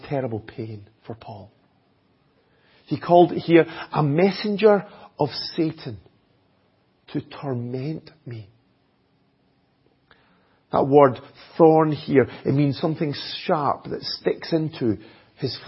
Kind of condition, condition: setting, large echoing room